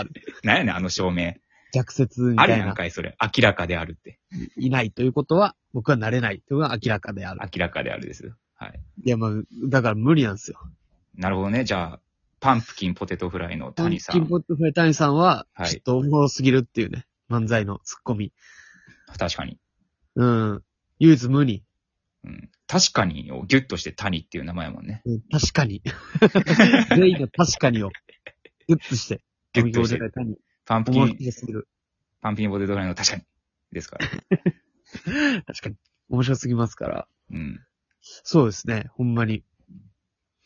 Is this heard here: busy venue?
no